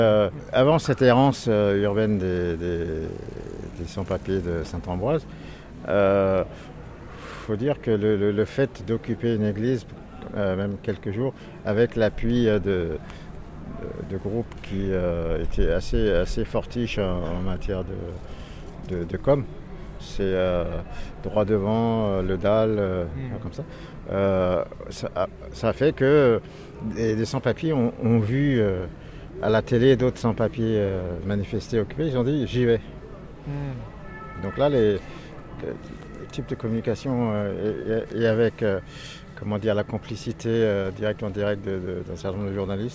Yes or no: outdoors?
yes